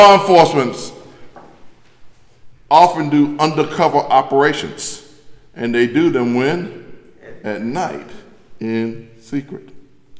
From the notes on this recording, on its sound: delivered on March 5th from The Greater Bethel, African Methodist Episcopal Church in Athens, Georgia